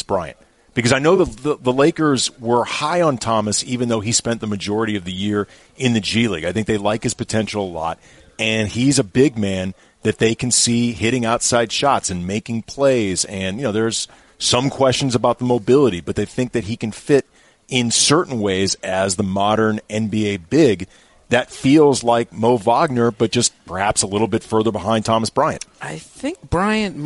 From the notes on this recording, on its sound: live from the UCLA Health Training Center as the NBA Draft rolls through.